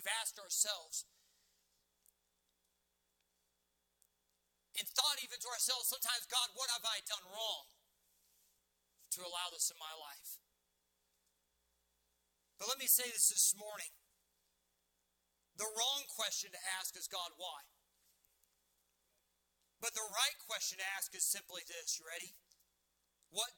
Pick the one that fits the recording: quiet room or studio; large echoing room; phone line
large echoing room